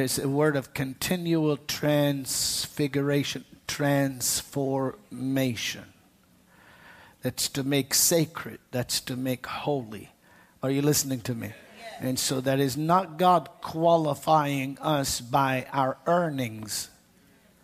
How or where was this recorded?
large echoing room